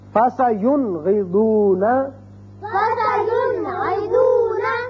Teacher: نون ساکن کو ہم نے ظاہر کر کے پڑھا · Term: اظہار